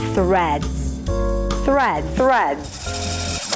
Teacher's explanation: You start with a voiceless TH sound, stick the tongue out, release air, then pull the tongue in for the R. Thr, make sure the tongue doesn't touch the upper palate and round your lips.